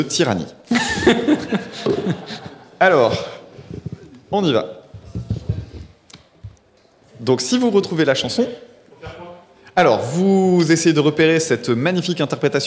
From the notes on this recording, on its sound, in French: Un enregistrement capté en live le 08 avril dans le cadre du festival Podrennes, rassemblement de podcasts indépendants. Merci encore à celles et ceux qui sont venus nous écouter.